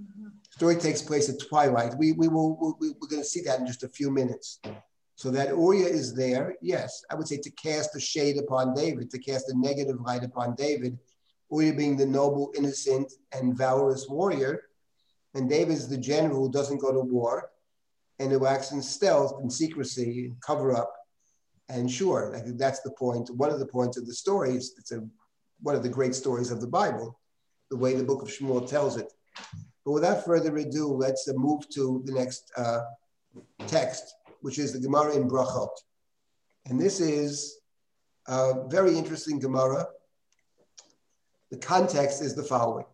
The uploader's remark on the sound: This audio was originally captured from Zoom.